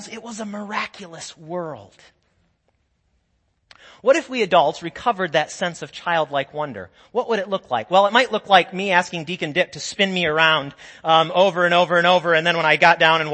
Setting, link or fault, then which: setting, large echoing room